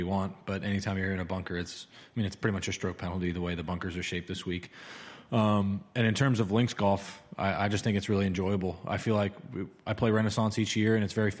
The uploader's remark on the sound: We broadcast live from Royal Liverpool